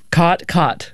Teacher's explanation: the low back vowel merger, which is sort of the biggest marker of Western speech